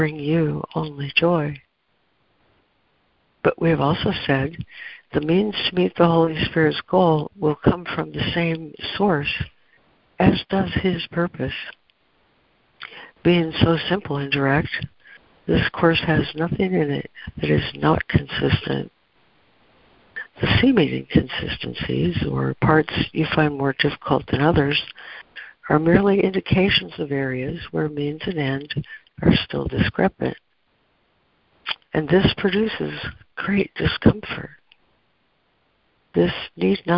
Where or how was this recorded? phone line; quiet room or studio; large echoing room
phone line